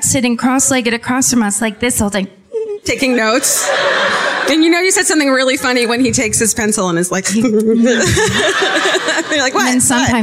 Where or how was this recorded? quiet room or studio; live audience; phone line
live audience